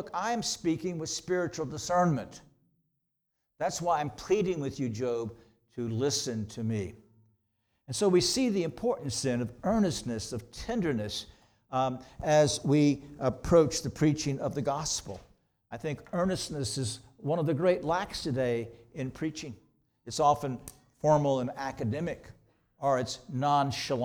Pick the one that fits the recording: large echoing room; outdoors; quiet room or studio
large echoing room